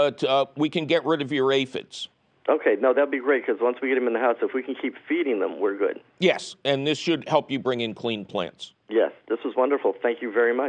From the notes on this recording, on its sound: your Fabulous phone calls!